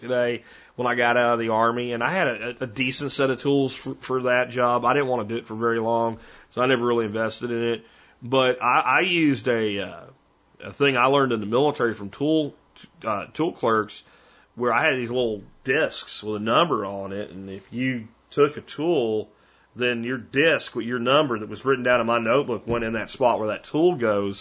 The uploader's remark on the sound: Listener Calls. Today on The Survival Podcast I take your phone calls.